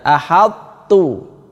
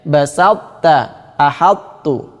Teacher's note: Qalqalahnya hilang, dimasukkan dengan cara menghilangkan qalqalah. Begitu juga ini basalta, dimasukkan dengan cara menghilangkan qalqalahnya.